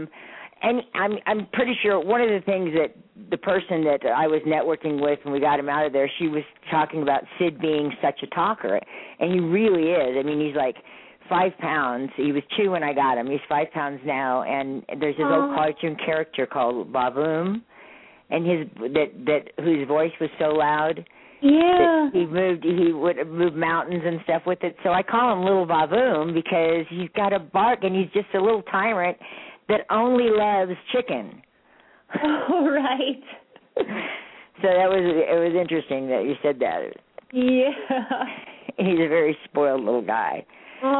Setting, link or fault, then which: link, phone line